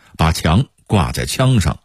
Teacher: 平谷话的显著特点是汉语拼音的阴平与阳平互换